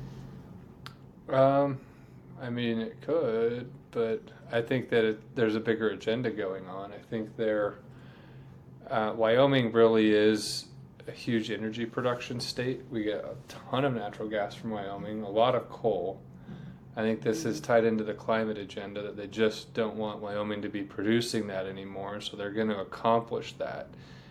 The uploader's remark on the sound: In Rock Springs, Wyoming. This episode was recorded at the Stop 30x30 Conference hosted by American Stewards for Liberty.